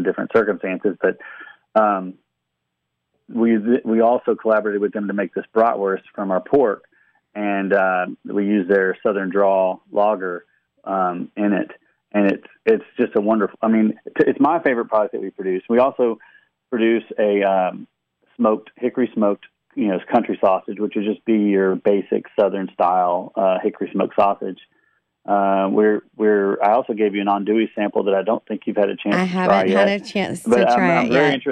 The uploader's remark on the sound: Talks via phoneline with Shreveport farmer and proprietor of MaHaffey Farms.